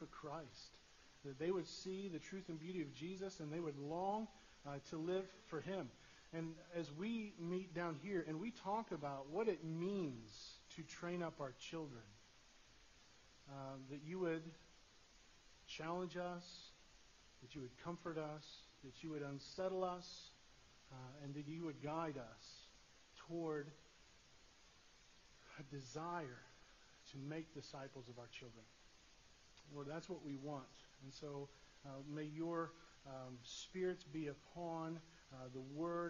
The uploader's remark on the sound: Sorry for the poor audio quality